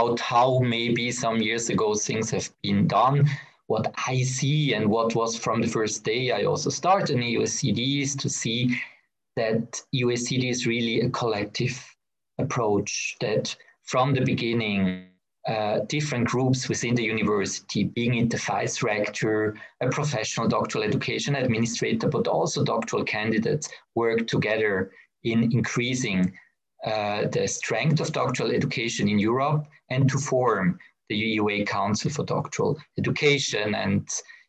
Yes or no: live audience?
no